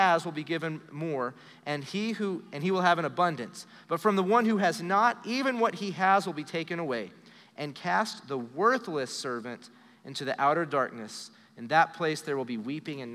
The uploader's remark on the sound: Recorded live during our Wednesday night service